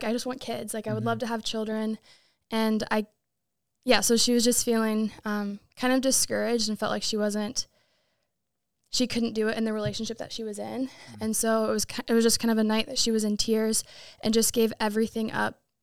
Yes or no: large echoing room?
no